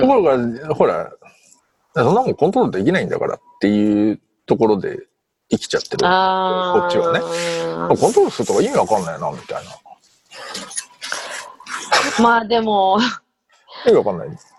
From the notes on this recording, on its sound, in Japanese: 本収録はビデオ会議サービス「Zoom」を使用し。一部聞き取りづらい箇所があります。